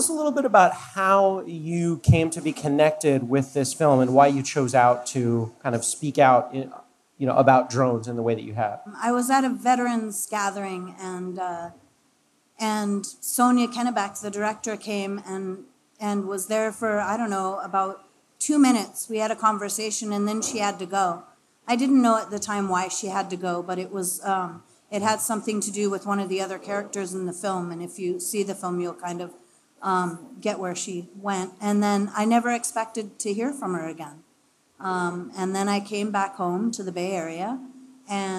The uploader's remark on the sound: Recorded live July 19, 2017 at Eli's Mile High Club in Oakland, CA.